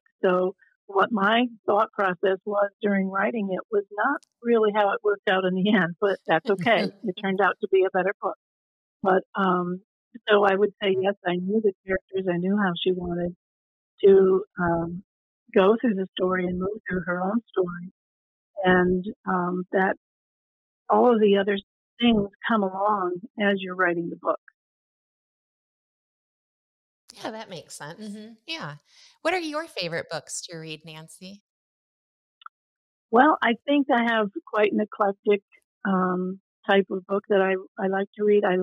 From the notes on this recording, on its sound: we experienced some connection issues during our interview so the quality is not what you normally expect from Talk Exchange